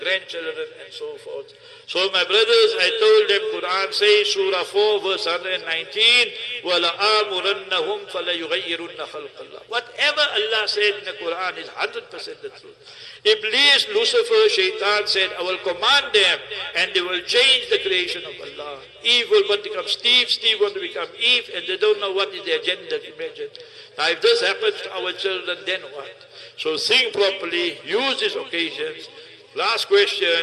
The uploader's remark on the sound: Jumah Lecture At Soofie Masjid Glenearn Road (Overport)